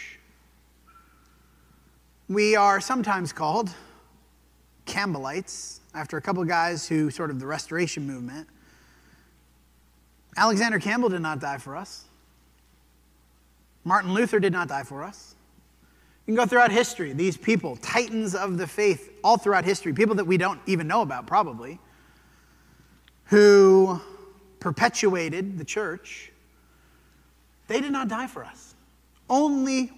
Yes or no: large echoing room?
yes